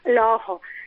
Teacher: los ojos en plural adquiere una vocal O abierta